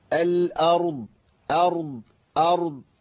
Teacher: الراء تعاملت معاها بشدة، والراء من حروف التوسط، يبقى لابد من ايه؟ من بيان صوت الهمزه مع الترقيق